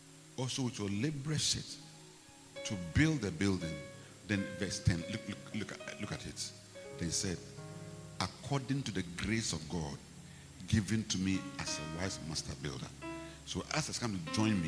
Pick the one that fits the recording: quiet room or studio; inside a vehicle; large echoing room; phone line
large echoing room